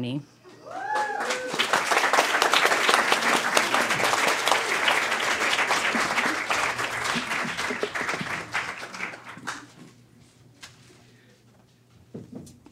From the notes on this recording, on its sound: A show we hosted at Caveat in Manhattan. Throw ourselves an in-person goodbye celebration. A show we hosted at Caveat in Manhattan.